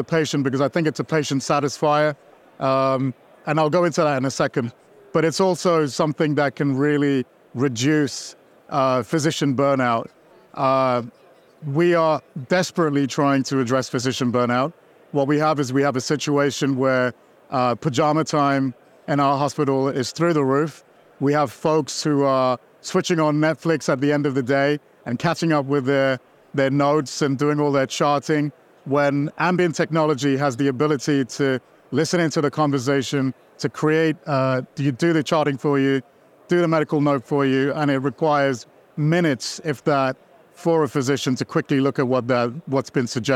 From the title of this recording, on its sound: Heard LIVE from the floor of Becker’s